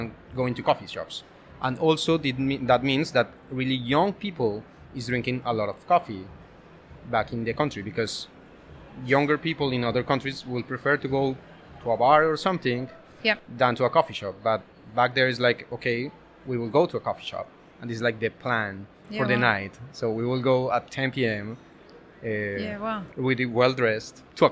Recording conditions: busy venue